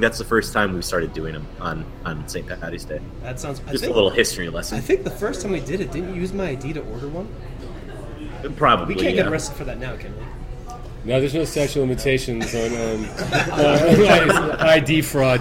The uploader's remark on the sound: on location at The District, a Denver bar that slings bad ass brew and makes some killer food